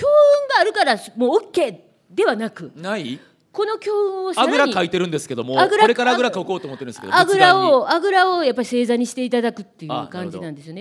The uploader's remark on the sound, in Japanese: 公開収録